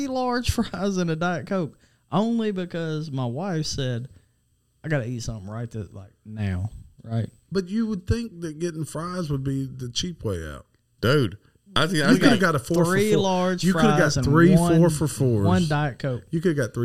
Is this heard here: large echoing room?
no